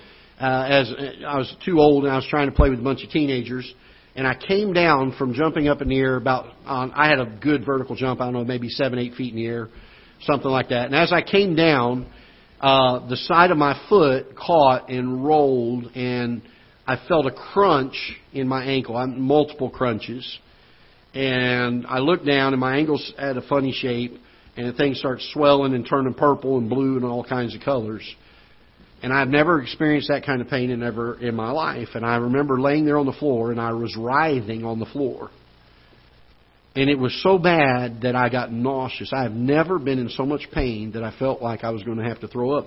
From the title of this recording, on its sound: Ketha Heights Baptist Church ~ Live Broadcast